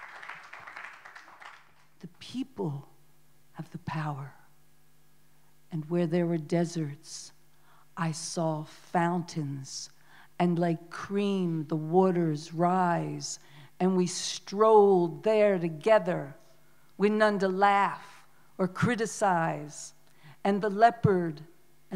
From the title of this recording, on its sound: Live at Fondation Cartier, July, 2014.